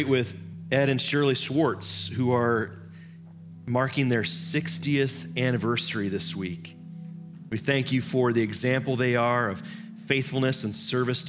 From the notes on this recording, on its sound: Live from our Celebration Ministry Center